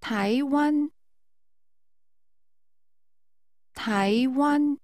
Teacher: Using rising and high level tones, say Taiwan.